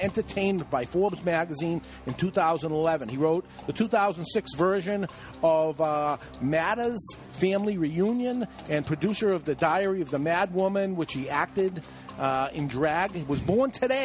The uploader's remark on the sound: The Cigar Authority took the show on the road as we broadcasted live from Mickey Blake's in Southington, CT.